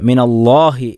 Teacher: അല്ലാ എന്നുള്ളത് തഫ്ഹീമാക്കി തന്നെ പറയണം.